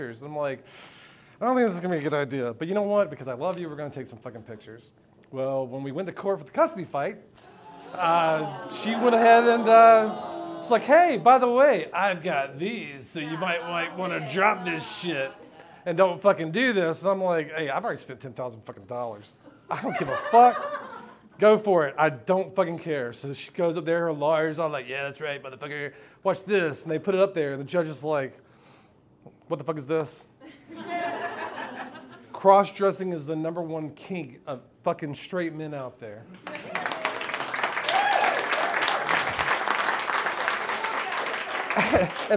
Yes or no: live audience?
yes